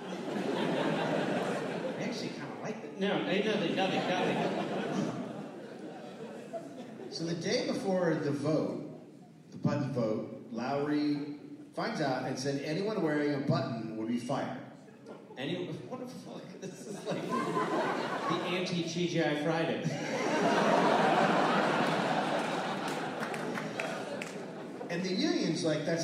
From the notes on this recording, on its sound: Recorded live in St Paul.